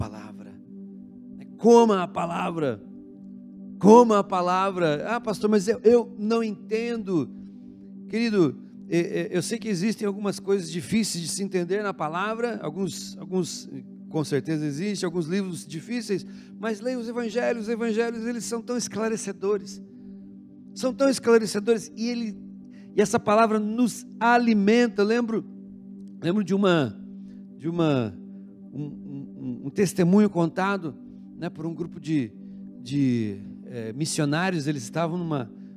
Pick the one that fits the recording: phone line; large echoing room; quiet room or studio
large echoing room